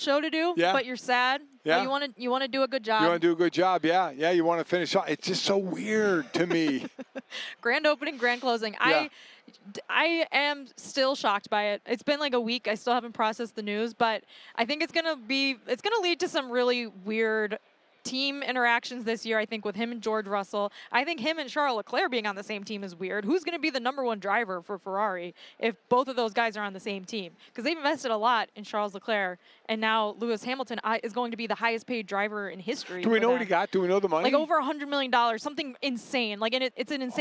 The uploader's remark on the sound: Joins from Radio Row in Vegas